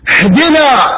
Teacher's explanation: يختلس حركة الهمز اختلاسا عند القراءة بالابتداء فيقول اهدنا باللفظ بالهاء دون الهمزة، وبعضهم يقلقل الهاء فيجعلها هاء مقلقلة وهي ليست من حروف